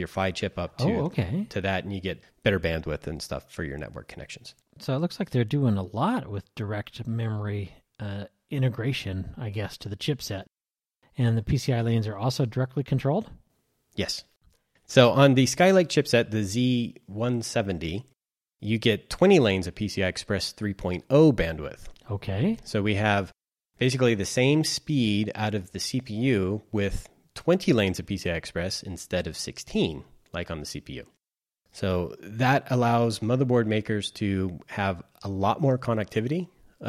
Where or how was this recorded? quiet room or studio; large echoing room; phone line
quiet room or studio